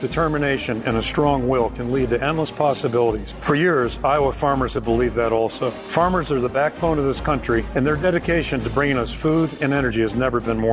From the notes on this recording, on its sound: the technology challenges of doing the show live at the Chicken Coop in Urbandale